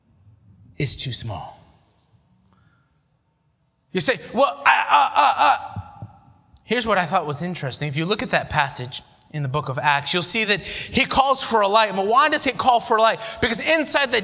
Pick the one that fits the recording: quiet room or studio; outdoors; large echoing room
large echoing room